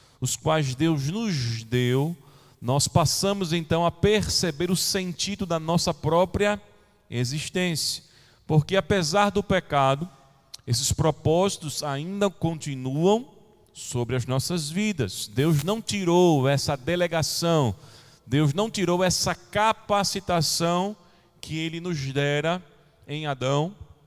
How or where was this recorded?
large echoing room